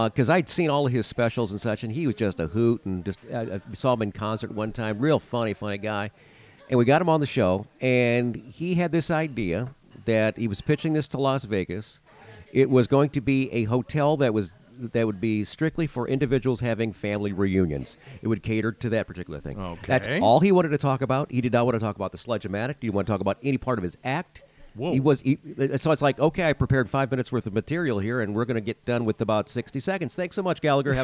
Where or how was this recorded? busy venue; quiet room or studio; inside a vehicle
busy venue